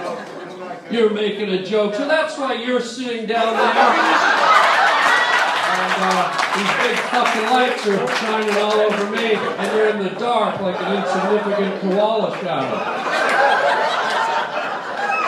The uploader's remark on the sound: LIVE on the Sunset Strip - Stand Up!